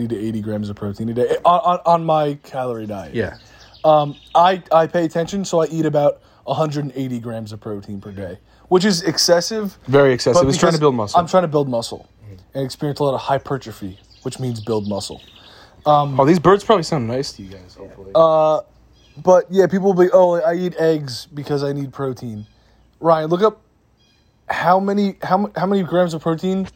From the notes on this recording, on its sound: We’re back in Jersey for our mom’s birthday walking through the garden recording the podcast on our phones.